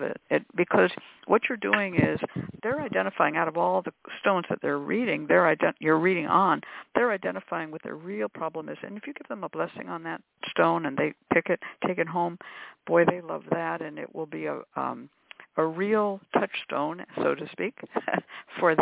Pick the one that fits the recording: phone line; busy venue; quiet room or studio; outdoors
phone line